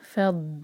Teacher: دوت پر سکون ہے، اس پر جھٹکا نہیں آنا چاہیے، دوت کو اسٹرانگ کر کے پڑھیں گے. فض زبان کی سائڈ کو اوپر والے دانت کے جو روٹ ہے وہاں لگائیں گے، کس کے دبائیں گے اور جھٹکا نہیں آئے گا.